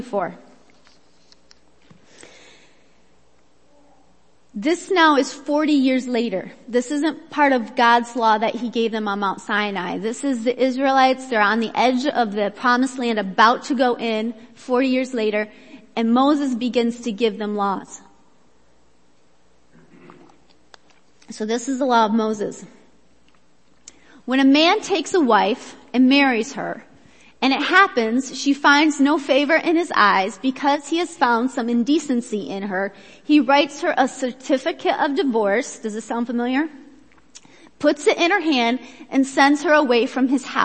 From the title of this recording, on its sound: Worship Service - Audio